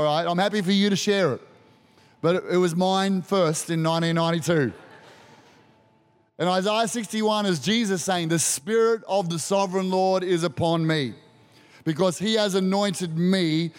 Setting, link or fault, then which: setting, large echoing room